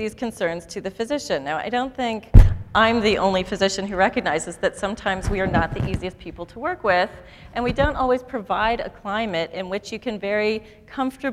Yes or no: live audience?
yes